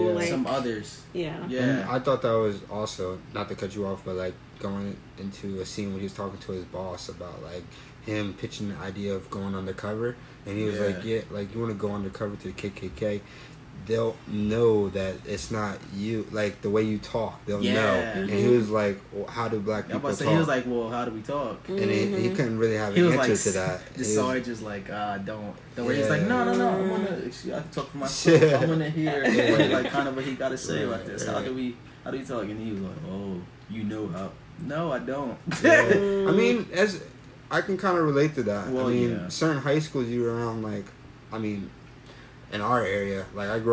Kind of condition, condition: fault, background noise